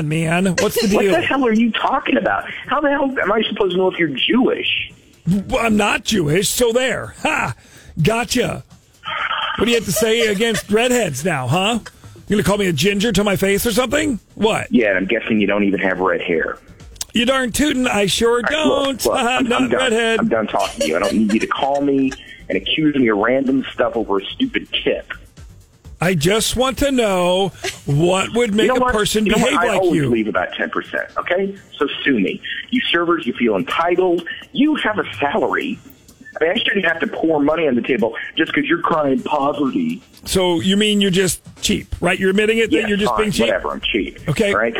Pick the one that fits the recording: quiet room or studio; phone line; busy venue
phone line